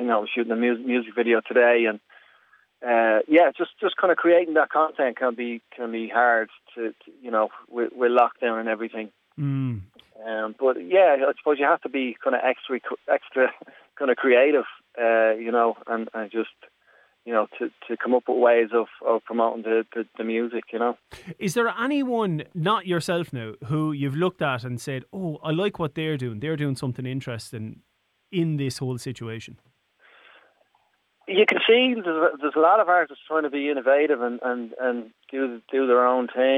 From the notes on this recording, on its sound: Over the phone, as he took a break from shooting his latest music video.